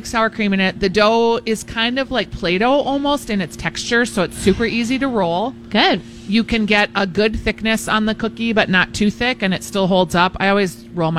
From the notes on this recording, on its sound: Live Broadcasting at EL Burrito!